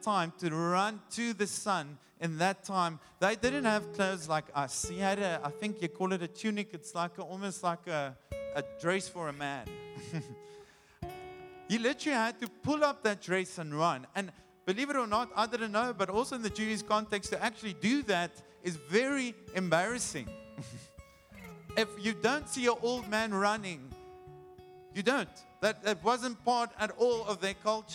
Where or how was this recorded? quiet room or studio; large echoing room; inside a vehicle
large echoing room